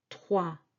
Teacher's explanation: OI together, these two vowels, is wa, trois, and this S is silent.